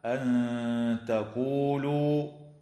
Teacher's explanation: تخفى النون الساكنة عند التاء مع الغنة مرققة في قوله تعالى أن تقولوا، وعند الزاي في كلمة أنزل، وتخفى